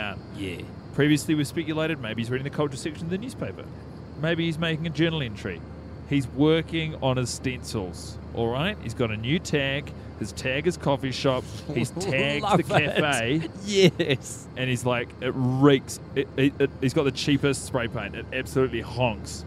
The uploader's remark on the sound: The pilot is mic'ed up